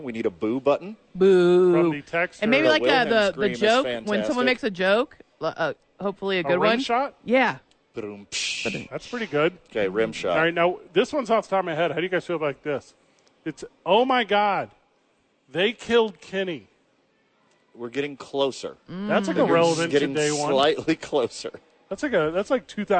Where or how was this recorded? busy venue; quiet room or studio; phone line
busy venue